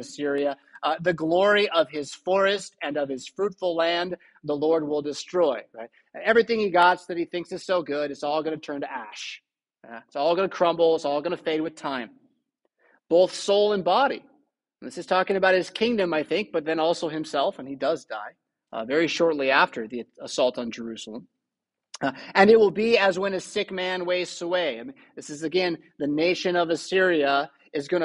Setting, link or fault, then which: setting, large echoing room